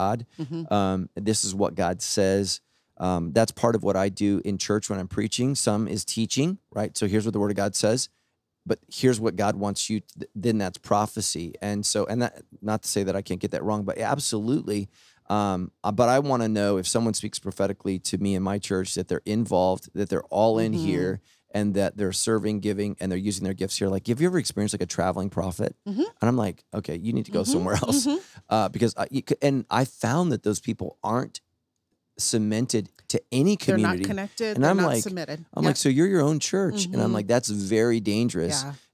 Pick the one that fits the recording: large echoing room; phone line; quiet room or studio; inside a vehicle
quiet room or studio